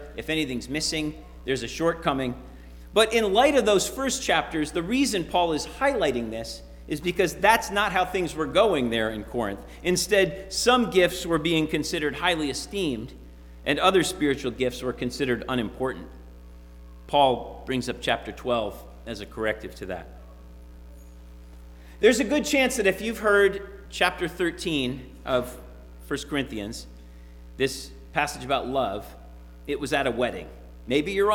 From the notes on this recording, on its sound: Sermon preached at RCHP on January 30, 2022.